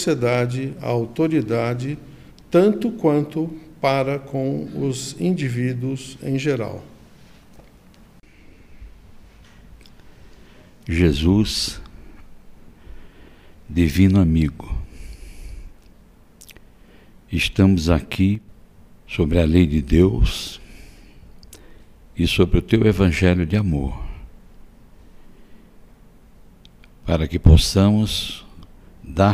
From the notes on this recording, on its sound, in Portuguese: Seminário gravado no Auditório Francisco Cândido Xavier. Em São Paulo.